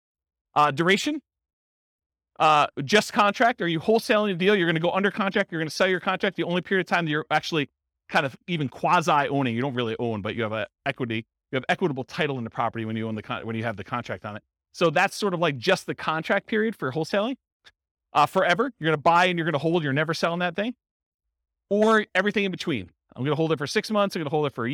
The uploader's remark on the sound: Real estate entrepreneurs in Richardson, Texas. This was a live class recorded. Live in-person version.